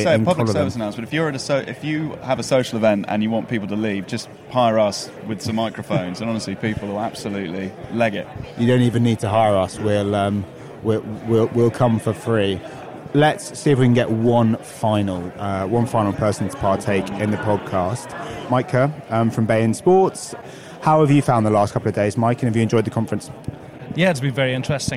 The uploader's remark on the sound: On the floor at SportsPro APAC 2023. From on the floor at Singapore's Marina Bay Sands.